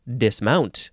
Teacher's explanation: you would actually emphasize the second syllable